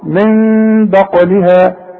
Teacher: هنقلب النون الى مين ونخفي ونغن · Term: الاقلاب